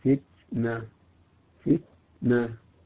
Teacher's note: يبالغ في الهمس فيجعلها سين فتنة فتنة، هذا خطأ أيضا، خطأ واضح.